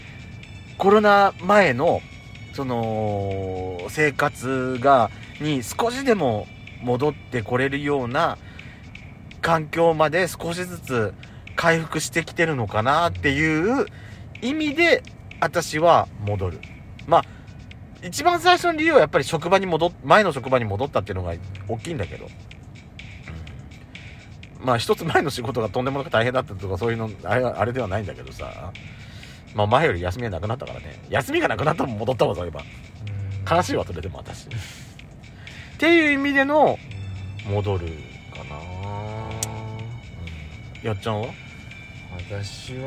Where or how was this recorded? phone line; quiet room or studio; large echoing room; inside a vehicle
inside a vehicle